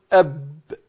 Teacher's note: عندنا الباء بتخرج بانطباق الشفتين